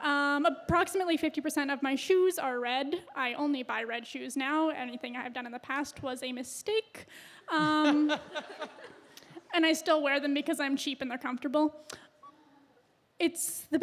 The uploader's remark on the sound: Live Christmas Gala Coffeehouse!